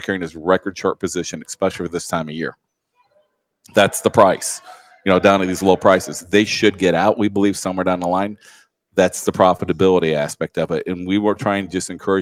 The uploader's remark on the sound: We are broadcasting live from AgMarket.net's Farming for Profit, Not Price Conference in Nashville, TN.